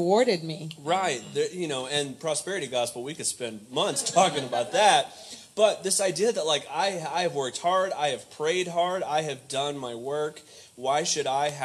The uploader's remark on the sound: Undisciplined comes to you live from the Historic St. James Missionary Baptist Church in Fayetteville.